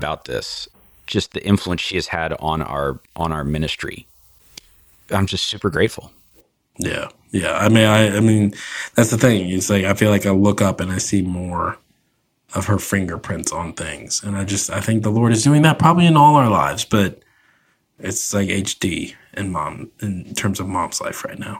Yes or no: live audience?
no